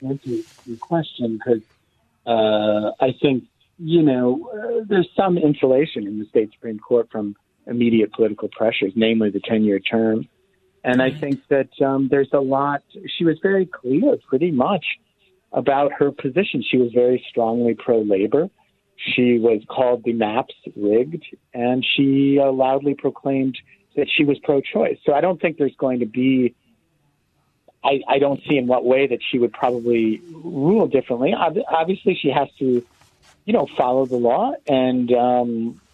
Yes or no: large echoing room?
no